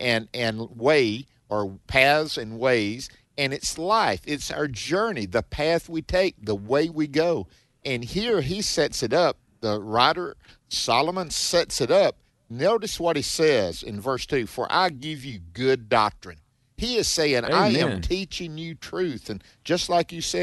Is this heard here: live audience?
no